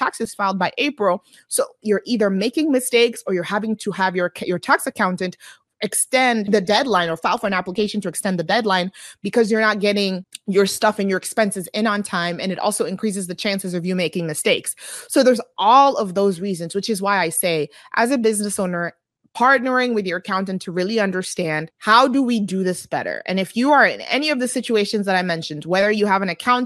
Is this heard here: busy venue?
no